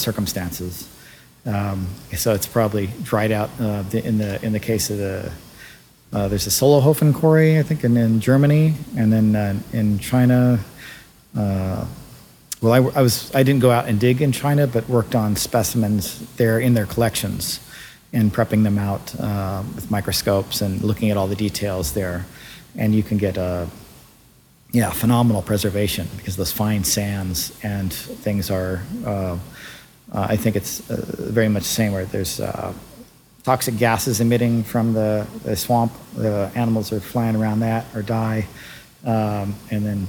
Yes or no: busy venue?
yes